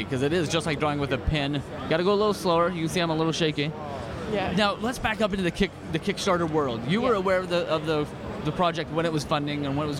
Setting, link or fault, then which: setting, busy venue